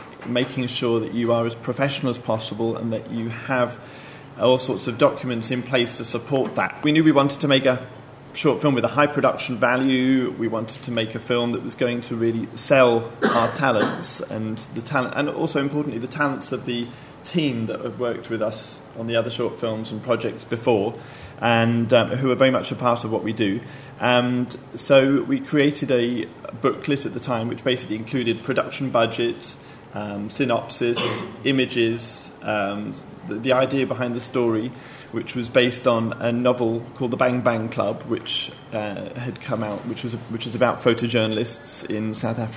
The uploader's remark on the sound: Presented by the London Film Academy. Recorded at the BAFTA Rushes Soho Shorts New Filmmakers' Market in July 2012.